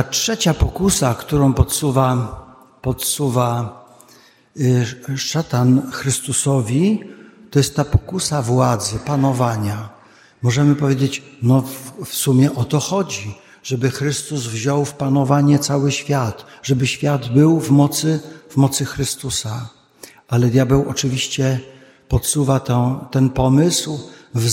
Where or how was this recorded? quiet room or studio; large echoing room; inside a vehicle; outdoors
large echoing room